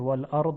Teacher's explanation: الان اینطوری میگن والارض با، از جلو میگن یعنی یک دال میگن، اما این دال تفخیم داره، صدای اون خیلی درشته با. در عربستان جور دیگری است، نزدیک به صدای تا هست. · Term: دال مفخم